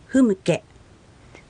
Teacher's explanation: フンケとならないように M の部分の時は口を閉じて発音します · Term: M の発音